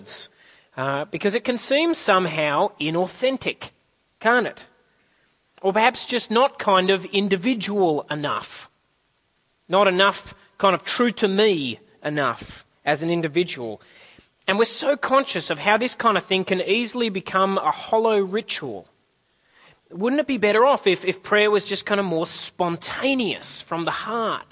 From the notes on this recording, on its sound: At a CIG service